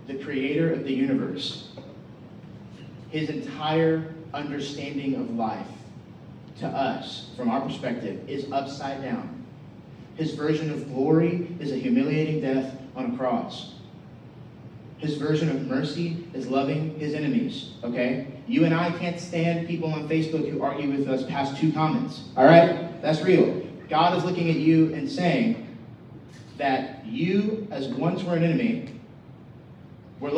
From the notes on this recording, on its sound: We apologize for the poor sound quality. We had major technical difficulties this Sunday morning.